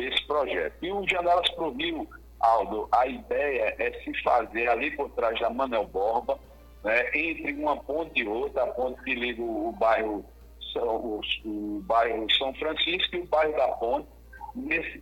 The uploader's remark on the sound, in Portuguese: Durante o programa Manhã Total da Rádio Pajeú. Participou por telefone.